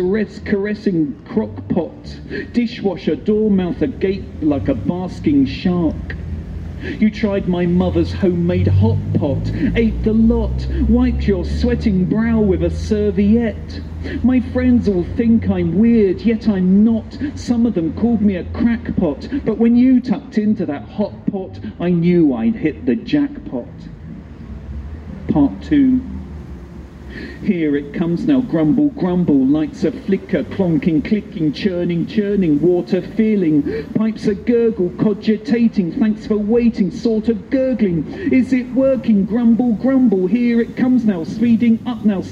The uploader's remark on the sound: Live in Plymouth at Wonderzoo Mellow Yellow. On a windy day at a one day festival in Plymouth, August 2020.